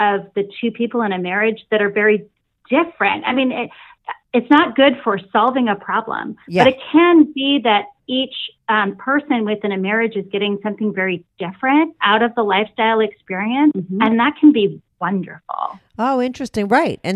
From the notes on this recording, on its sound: they call in to talk all about it